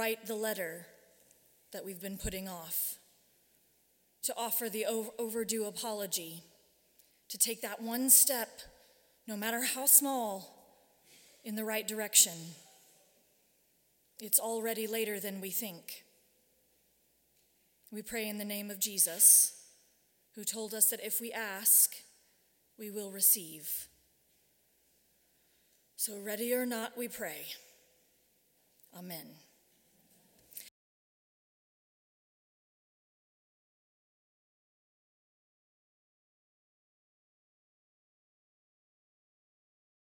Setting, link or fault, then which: setting, large echoing room